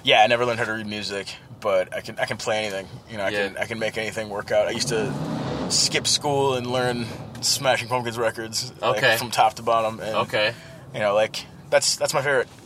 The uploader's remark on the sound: rental car outside of the legendary club, First Avenue in Minneapolis